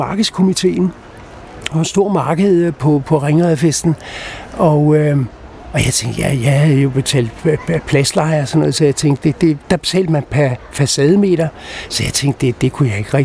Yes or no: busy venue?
yes